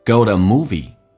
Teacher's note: 因为前面是元音，所以 to 弱化成 t 弱化成 d，那么 u 弱化成 a